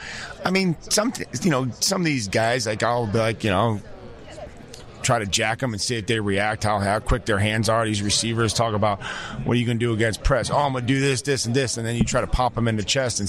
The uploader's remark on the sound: Live from NFL Combine